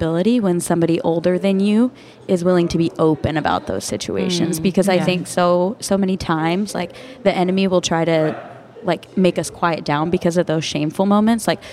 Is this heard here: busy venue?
yes